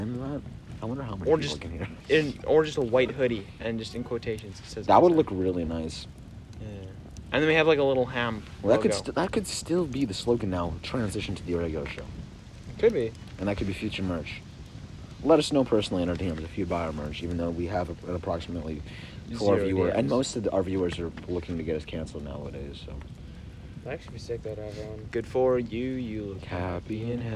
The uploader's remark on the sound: the first ever camping trip audio vlog